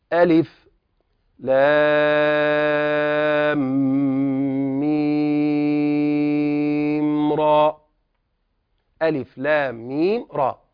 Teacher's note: ألف لا مد فيه تذكير، واللام ست حركات، والميم كذلك ست حركات، وكذلك الراء ها يقصر إلى حركتين